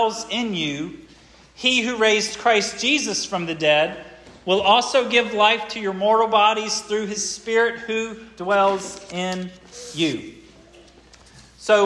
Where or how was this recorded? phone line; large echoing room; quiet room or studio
large echoing room